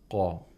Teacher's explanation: The place of articulation of Qaf is the deepest part of the tongue and the uvula.